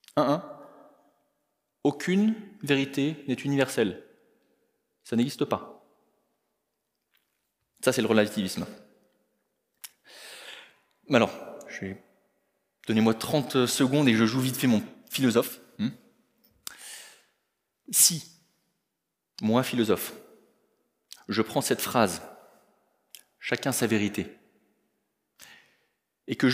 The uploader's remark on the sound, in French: Enregistré à l'église CVV.